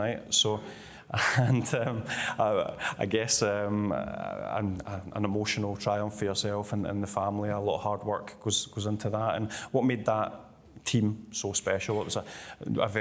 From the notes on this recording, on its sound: A live Q & A event. At DC Thomson HQ in Dundee.